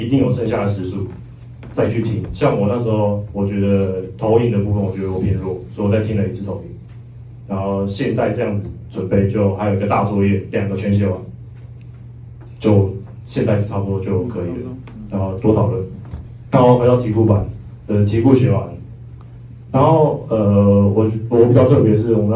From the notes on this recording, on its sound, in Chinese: 課堂現場錄音 音質不佳 還請包涵